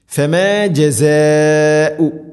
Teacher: മദ് മുത്തസിൽ നിർബന്ധമായിട്ടും നാലോ അഞ്ചോ ഹർക്കത്തിൻ്റെ ഖദറിൽ നീട്ടണം.